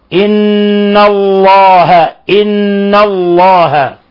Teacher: نون مشددة في لفظ إن الله، هذا يغن مقدار حركتين، حرف غنة مشدد.